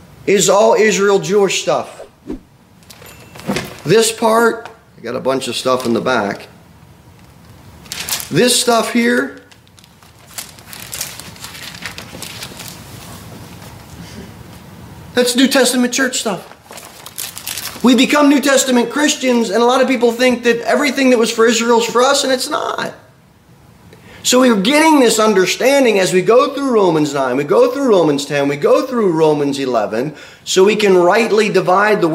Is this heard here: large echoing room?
yes